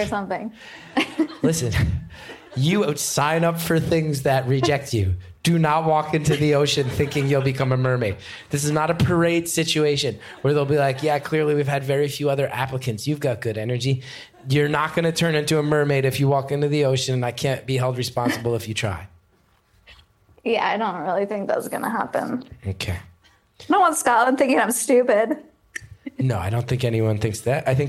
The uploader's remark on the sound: Live from Edinburgh